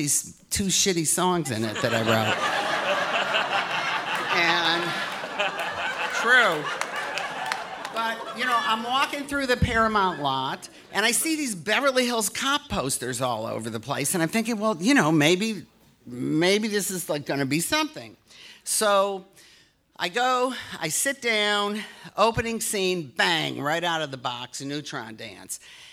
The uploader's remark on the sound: Recorded live at Largo in Los Angeles, CA.